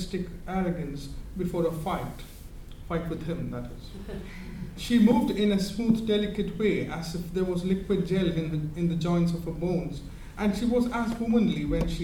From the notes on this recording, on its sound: At Worlds Literature Festival 2011: an Afternoon Reading on the Novel.